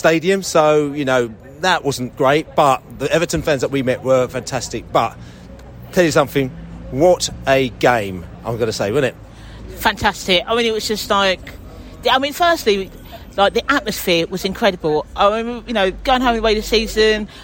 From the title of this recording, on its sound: post-match podcast from the stands